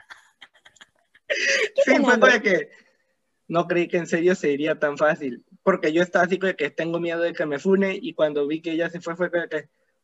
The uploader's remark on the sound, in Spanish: La calidad del audio es un asco, el presupuesto es $0 y estamos tratando de mejorar.